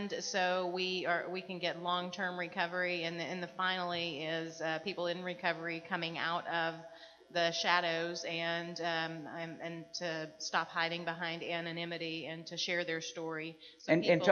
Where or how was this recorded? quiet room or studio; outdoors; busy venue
busy venue